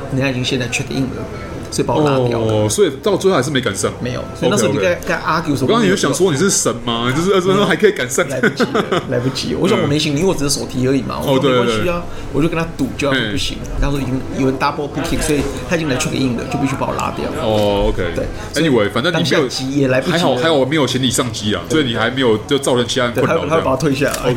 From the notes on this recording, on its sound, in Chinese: 本集白噪音指數：蚊風級 1/5。錄音地點： BUZZ Cafe & Beer。